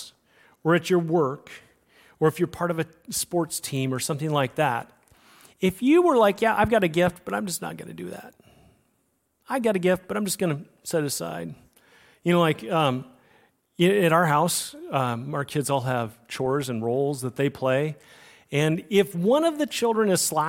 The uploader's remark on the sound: Recorded on Sunday, October 1, 2023, at Liferoads Church in Spokane, Washington.